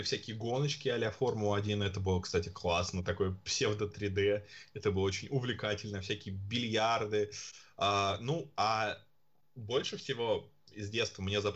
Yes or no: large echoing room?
no